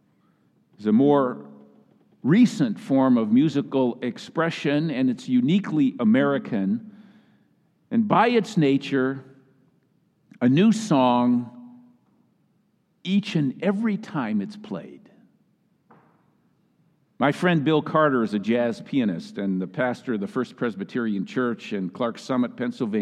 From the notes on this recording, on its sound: Message delivered during the Choir Sunday Celebration in the Traditional Worship Service.